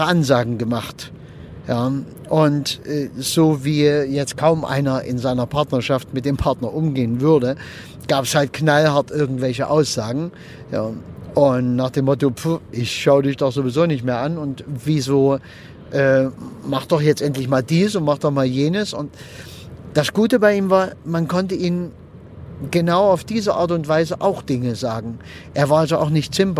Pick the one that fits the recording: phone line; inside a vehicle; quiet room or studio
inside a vehicle